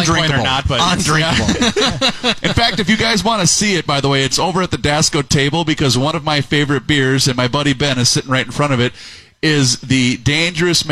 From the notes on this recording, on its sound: The Beer Show took the show on the road to broadcast live from Thirty Bales in Hopkins!